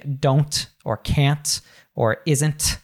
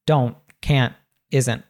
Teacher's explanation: we cut the T off at the back of our throat · Shown in: second take · Term: glottal T